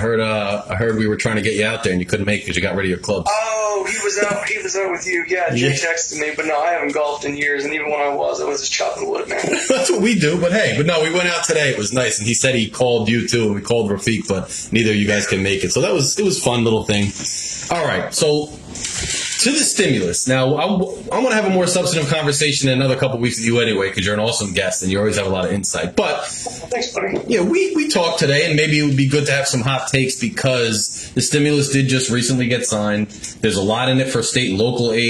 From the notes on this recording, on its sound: We apologize for the audio quality on this one. There were some technical difficulties.